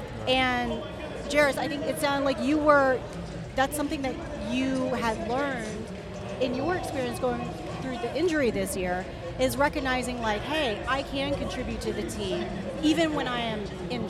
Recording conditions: busy venue